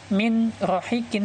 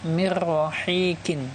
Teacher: Nun sudah dianggap tidak ada, langsung masuk ke huruf depannya nun yaitu rok ya. · Shown in: second take